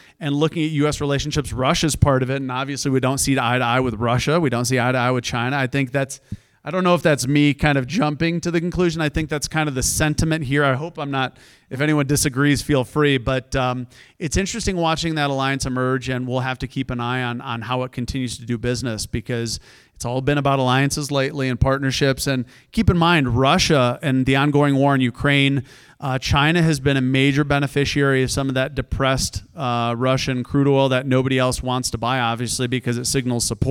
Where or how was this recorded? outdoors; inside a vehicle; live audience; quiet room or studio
live audience